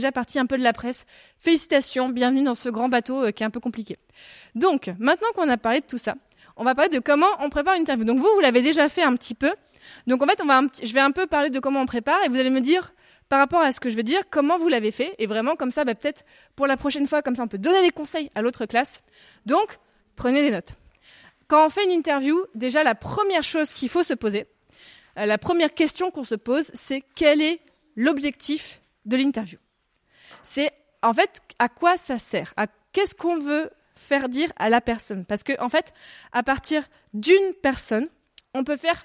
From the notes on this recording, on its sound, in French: Durant la semaine de la presse 2023. Une captation de sa Master Classe devant les classes de 5Fa et 5B.